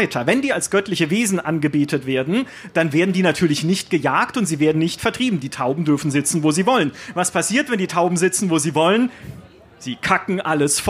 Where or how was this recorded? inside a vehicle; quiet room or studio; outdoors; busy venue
busy venue